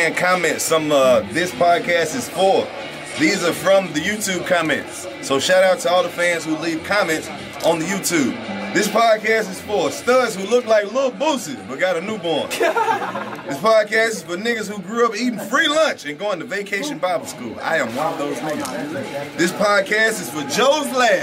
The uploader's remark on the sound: The coldest podcast continues the Act Up Summer Tour in Boston at the legendary Wilbur Theater. In front of a sold out crowd.